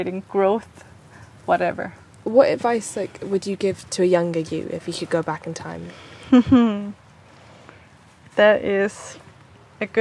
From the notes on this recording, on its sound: This weeks episode was recorded on the outskirts of Copenhagen at a small-scale regenerative farm called the Farm of Ideas.